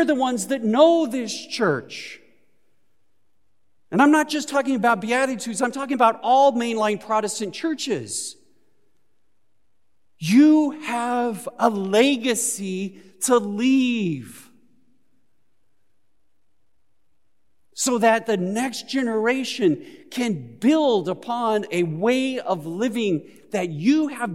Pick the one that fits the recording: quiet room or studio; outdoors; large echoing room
large echoing room